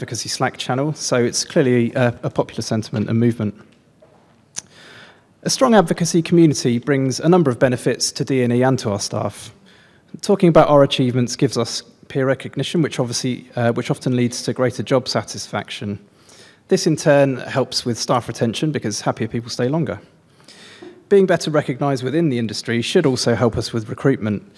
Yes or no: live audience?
yes